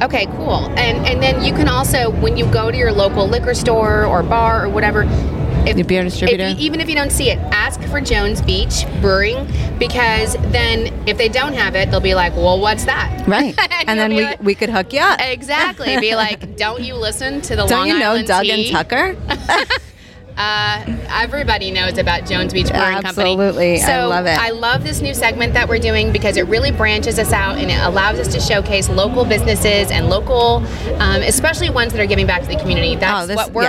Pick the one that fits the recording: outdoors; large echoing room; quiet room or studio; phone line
outdoors